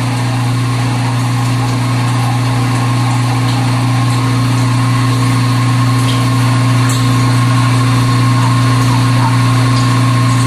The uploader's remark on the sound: Dishwasher recordings made in the kitchen. At Dorchminster Mansion.